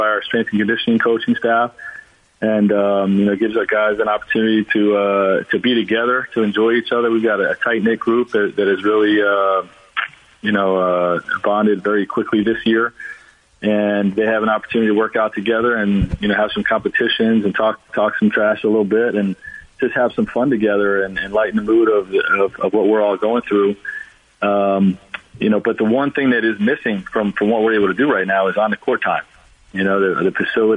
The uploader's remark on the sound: Called in to talk about how he's handling the quarantine.